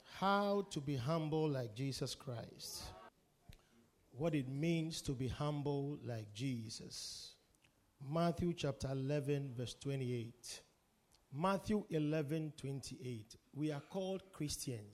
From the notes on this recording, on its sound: Preached at The Victory Secrets Service.